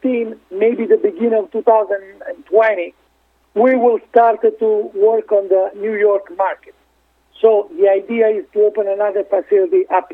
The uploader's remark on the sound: called in to SmallCapVoice